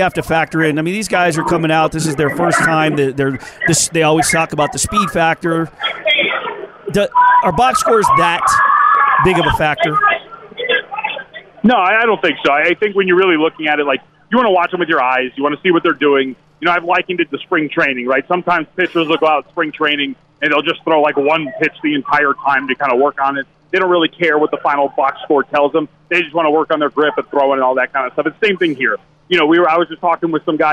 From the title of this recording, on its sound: LIVE FROM SUMMER LEAGUE